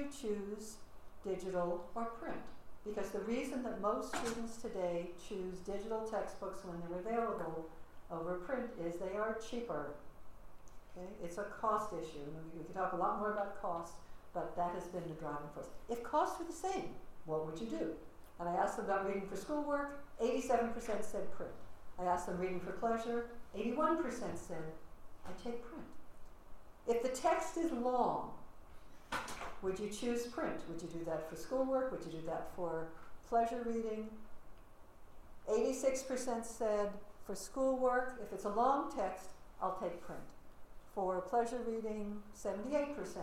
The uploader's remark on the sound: Audio recording of a lecture. As part of the Graduate Institute Summer Lecture Series.